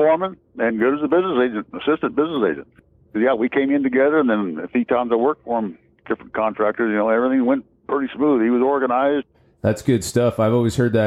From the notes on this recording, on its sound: This was a 2 day interview, on phone and in person, so the audio is noticeable.